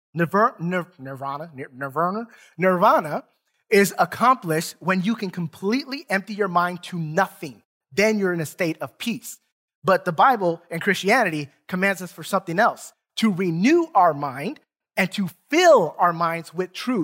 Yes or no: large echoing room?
yes